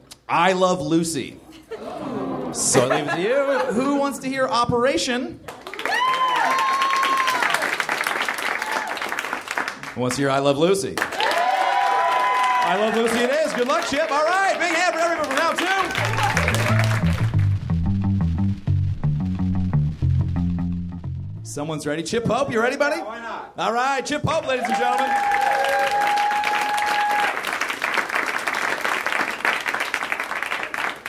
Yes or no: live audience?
yes